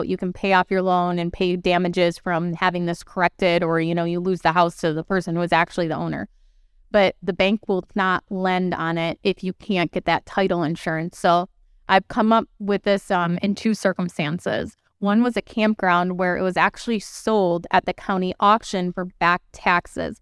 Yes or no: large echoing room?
no